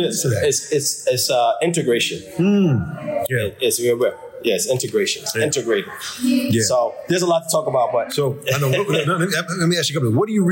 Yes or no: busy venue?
yes